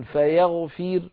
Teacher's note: نحو فيغفر عند الوصل الراء مفخمة لأنها مضمومة، لما نقف بالسكون فيغفر نقف بترقيق الراء لأن الراء قد صارت ساكنة وقبلها كسرة فهي مرققة